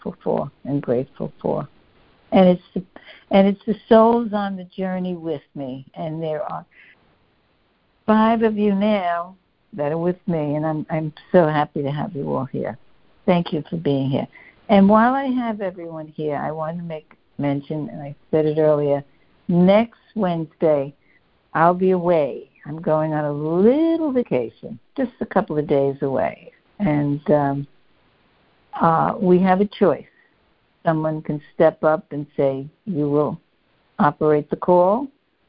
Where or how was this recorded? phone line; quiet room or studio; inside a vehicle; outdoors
phone line